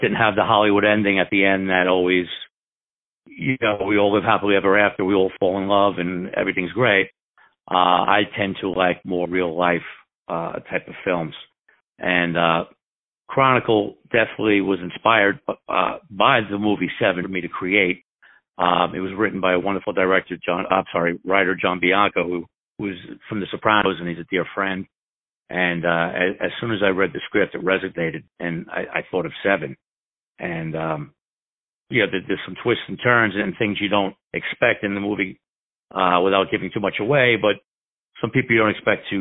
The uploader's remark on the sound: On the phone